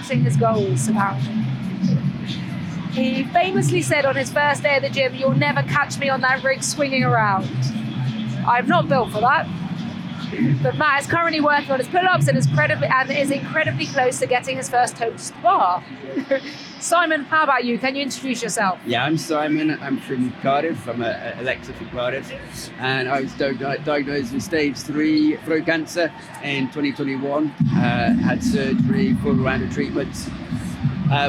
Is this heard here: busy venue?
yes